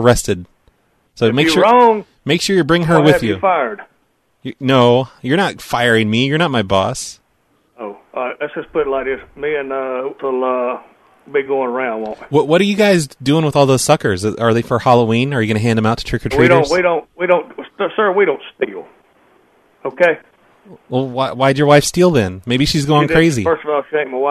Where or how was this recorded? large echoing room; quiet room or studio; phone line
phone line